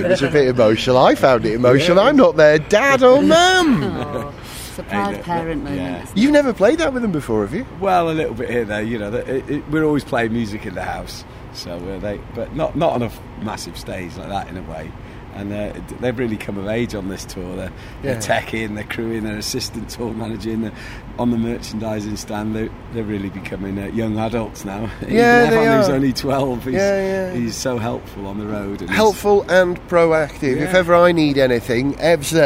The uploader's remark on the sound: Salt Lake City & Denver. On stage for the soundcheck.